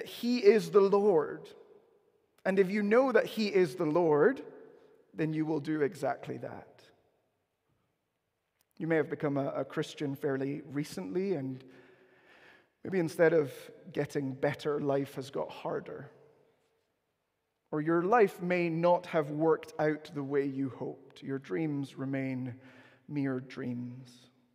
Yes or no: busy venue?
no